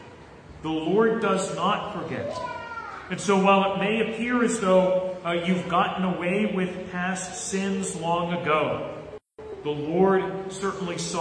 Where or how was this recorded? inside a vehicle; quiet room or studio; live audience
live audience